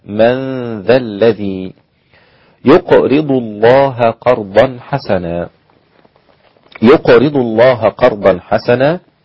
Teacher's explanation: من ذا إخفاء مع الغنة، نون ساكنة مع الذال إخفاء مع الغنة